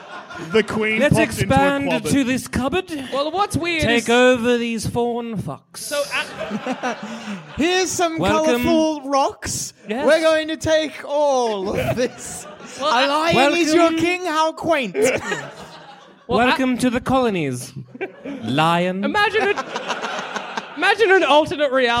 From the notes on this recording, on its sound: recorded at the Wardrobe Theatre in Bristol